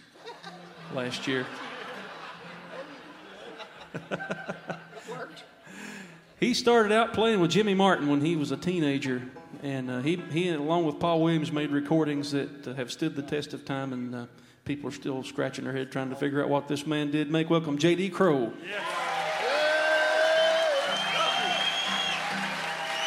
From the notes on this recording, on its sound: recorded right here in the pacific northwest at The Columbia Gorge Bluegrass Festival